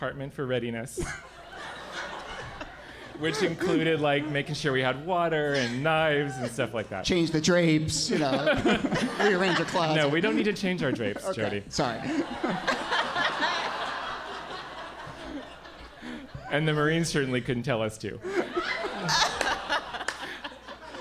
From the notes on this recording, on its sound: Ask Roulette is the conversation series in which strangers ask each other questions live on stage. This excerpt is from our recent show at Housing Works Bookstore in NYC.